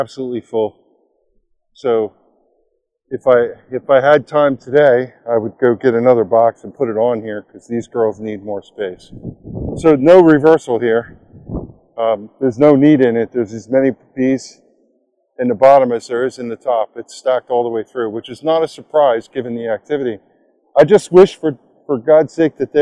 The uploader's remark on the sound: Live recording of the first inspection of the season